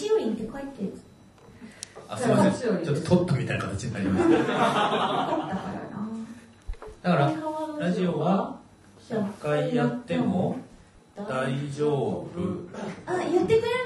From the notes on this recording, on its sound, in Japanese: 今週は100回突破記念公開収録の模様をお届け！